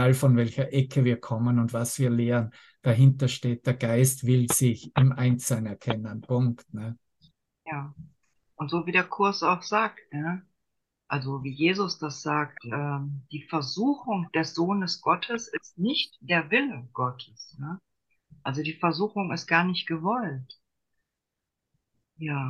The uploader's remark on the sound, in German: Zoom-Session. Veranstaltet von der Aleph Akademie.